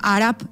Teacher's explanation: les oclusives finals sempre es neutralitzen totes i sempre són sordes